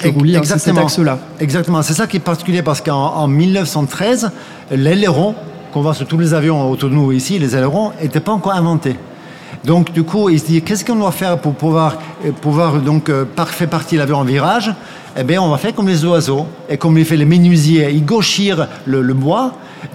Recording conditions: live audience